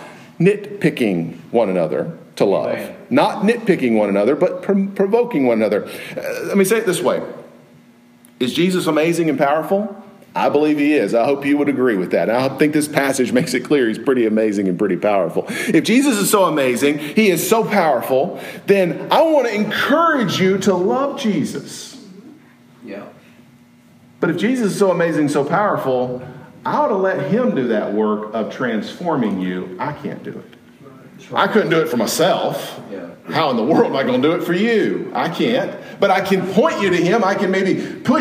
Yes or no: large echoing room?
yes